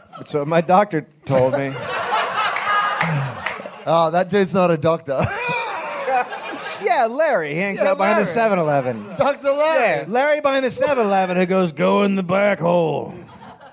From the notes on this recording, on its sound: Recorded in front of a live audience at the LA Podcast Festival 2014.